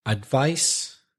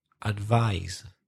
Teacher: the first word has the unvoiced sound, so the s sound. The second word has voiced, the voiced z sound.